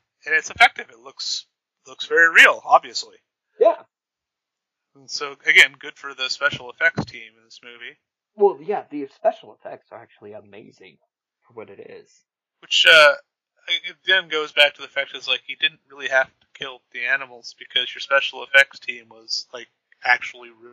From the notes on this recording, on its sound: Being that it is a first episode, please forgive some of the newbie sound problems.